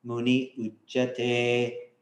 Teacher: this visarga disappears completely in order to combine with the vowel